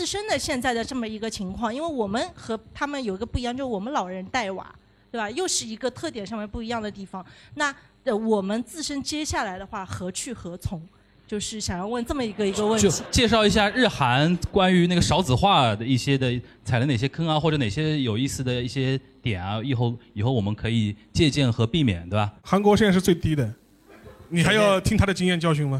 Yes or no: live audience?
yes